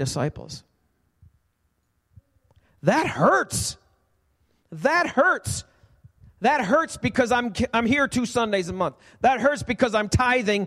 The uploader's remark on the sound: Recorded live at the Alabama Full Gospel Fellowship church.